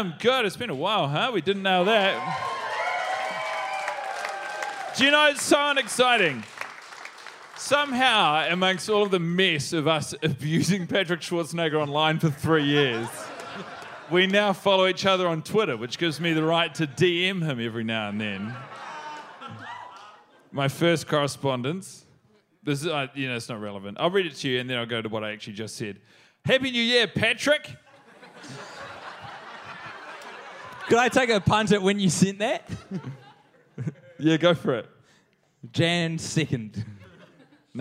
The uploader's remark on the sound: NYC Live